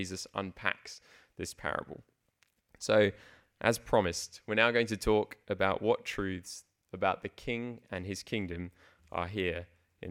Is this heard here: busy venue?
no